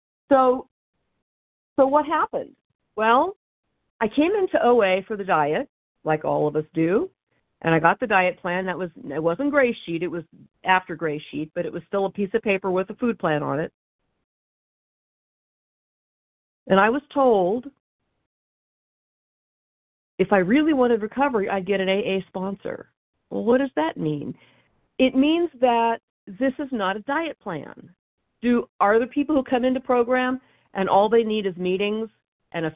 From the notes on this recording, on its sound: 100 Pounders Phone Meeting, 2/25/23